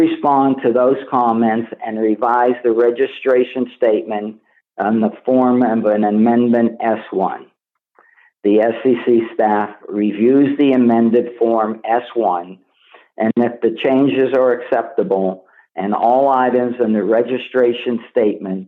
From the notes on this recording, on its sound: Progressive Care Shareholder Conference Call.